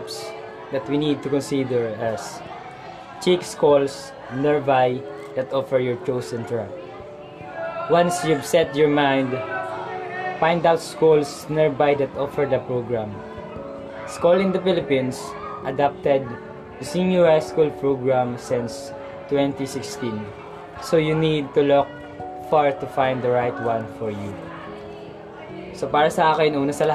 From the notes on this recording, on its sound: Sorry for our background.